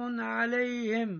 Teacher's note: حفص يقرأ بكسر الهاء في لفظ عليهم